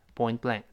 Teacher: Pointblank，重音在后面